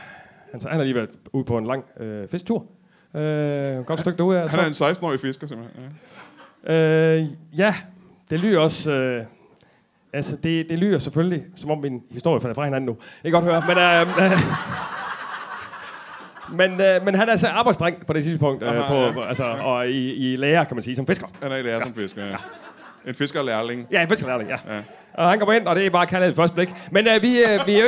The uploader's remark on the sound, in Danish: LIVE fra Hanstholm Madbar